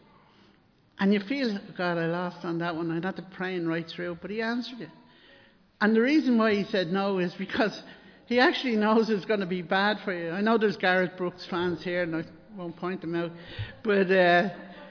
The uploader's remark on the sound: Recorded live in Liberty Church on 29 January 2023